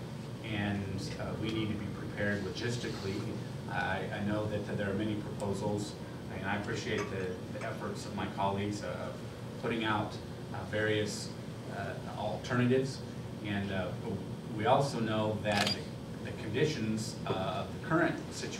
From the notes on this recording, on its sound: WASHINGTON, D.C. The Ripon Society hosted a breakfast discussion with four members of the Ways & Means Subcommittee on Health.